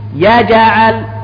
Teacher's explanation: ألم يجعل، يجعل هكذا، ما أقول ألم يجعل، لا، ما دامت الجيم ساكنة وهي من الأحرف الخمسة إذن تقلقل